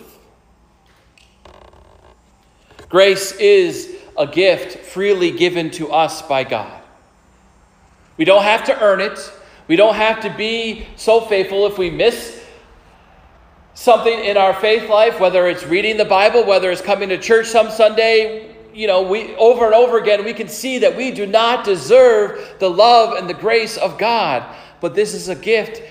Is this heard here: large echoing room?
yes